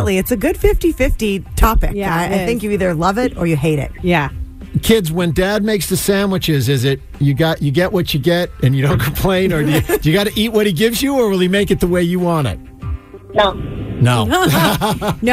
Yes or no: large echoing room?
no